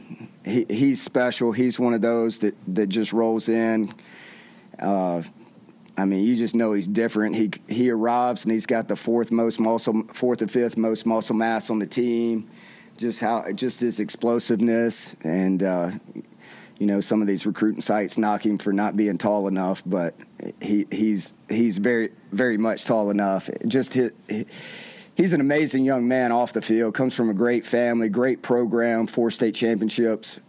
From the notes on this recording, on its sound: The full, uncut audio from recent press-conference interviews